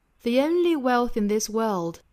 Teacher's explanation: world 和 is 可以做连读